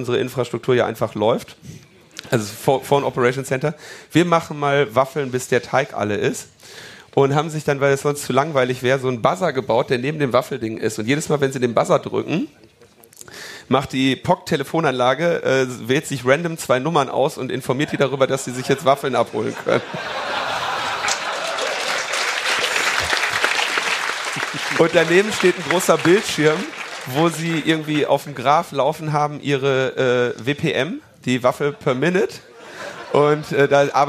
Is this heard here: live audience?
yes